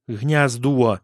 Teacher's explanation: «о» закрытый с дифтонгом «о»